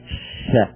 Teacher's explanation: فيها انتشار كأنما منتشر على مخرجه على سائر الفم، وذلك لزيادة رخاوتها